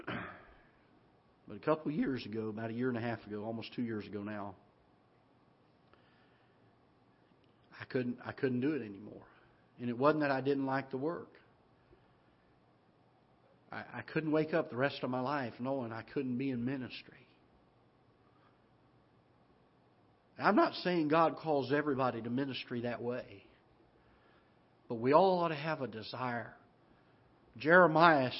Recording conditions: large echoing room